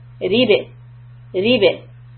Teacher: Make sure that the tongue is now down. And ba is qalqala. So you are going to shut your lips and then open it up again.